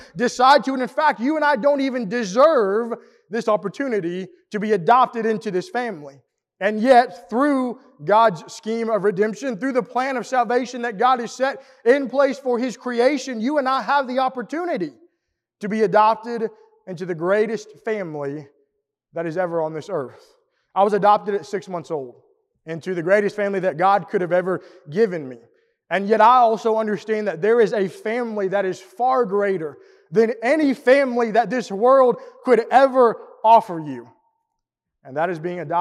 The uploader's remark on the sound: Preached at the East Hill Church of Christ in Pulaski, TN on Sunday, August 14, 2022.